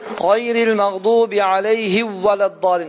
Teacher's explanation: Və biz bunu düzgün bir şəkildə əda etməyəndə nə olur? Mim vavın içinə girir